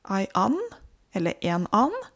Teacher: og så uttaler man ikke konsonant d på slutten